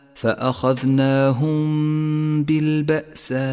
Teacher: أولا، حكم الإخفاء الشفوي، الميم الساكنة مع الباء عند قوله تعالى: فأخذناهم بالبأساء، نخفي الميم الساكنة بالباء ونقف عليها بغنة زمنها حركتان